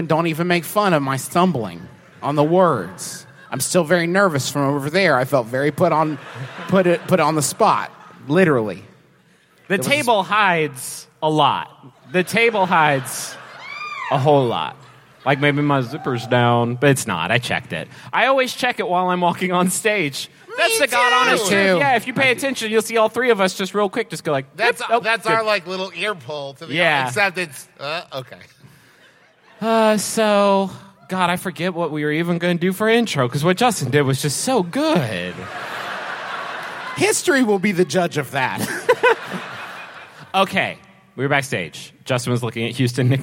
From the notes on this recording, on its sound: We've got a live show for you in his absence -- it's from this past April, when the lovely denizens of Houston, TX came down to Jones Hall